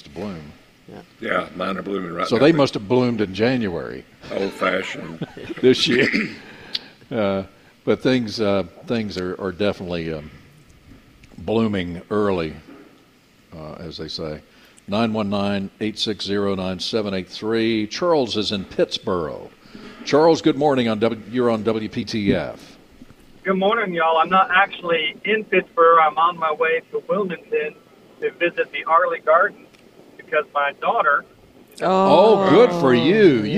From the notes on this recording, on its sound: broadcasting live from Logan's Trading Company.